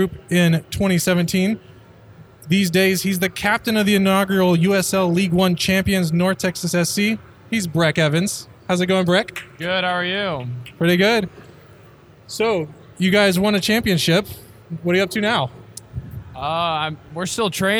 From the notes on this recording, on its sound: The guys took over the mezzanine at 3 Nations Brewery in Carrollton, Tx for their live season review show. They were joined by a parade of friends.